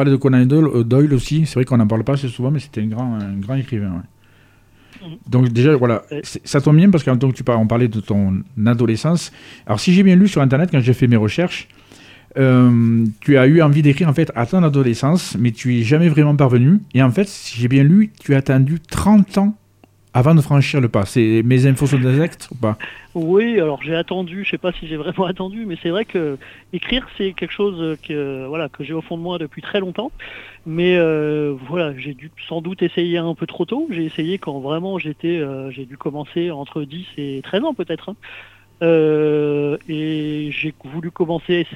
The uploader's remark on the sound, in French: reçoit par téléphone